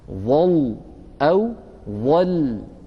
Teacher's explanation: ظل وجهه مسودا، ظل وجهه، فلو وقفنا على ظل ظل أو ظل، إما بتفخيم اللام أو بترقيقها، ولا بد من النبر هنا كما ذكرنا في برنامج آخر، لأن اللام مشددة، فإشعارا للسامع أن هذه اللام الوحيدة التي وقفت عليها هي في الوصل لامان ساكنة، لامان لام ساكنة ولام متحركة، لابد من هذه الضغطة البسيطة، ظل أو ظل.